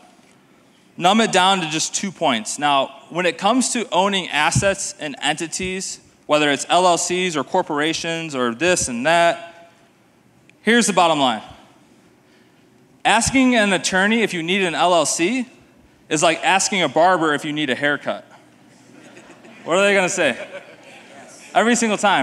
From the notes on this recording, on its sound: this is the full presentation I gave at the STR Wealth Conference in Nashville